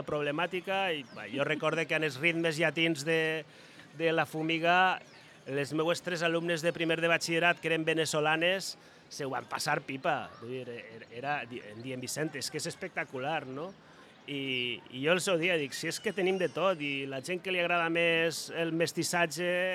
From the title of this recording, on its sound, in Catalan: Directe a la Vall d’Uixó